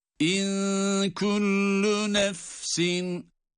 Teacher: İn-kullu nefsin, in-ku derken burada ihfa var.